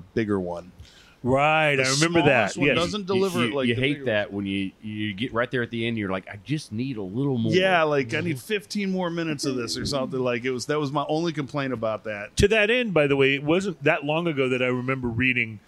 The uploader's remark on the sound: On Location At Cigar Towne!